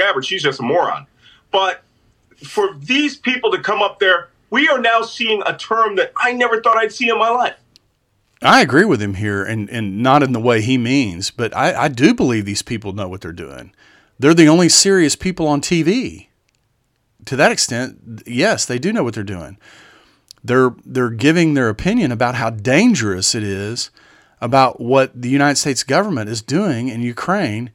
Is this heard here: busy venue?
no